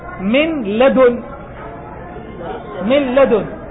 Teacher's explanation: إذن تزول النون، تقرأ لام مشددة · Term: الإدغام